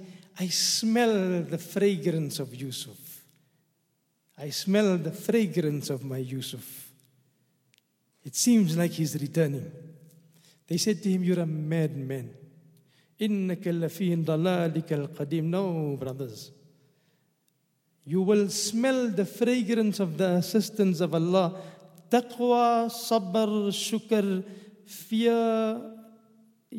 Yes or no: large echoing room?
yes